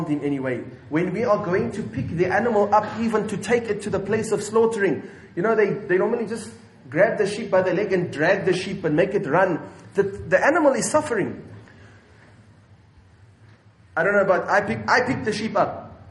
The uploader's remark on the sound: at Masjidul Jumuah Milnerton 9/8/19 for Jumuah